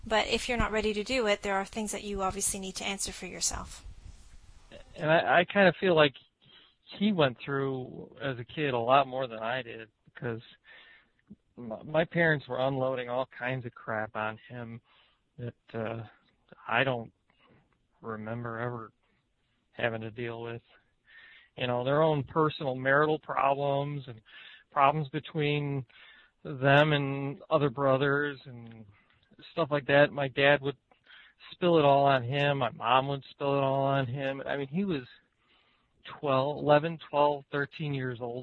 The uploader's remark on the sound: Call In Show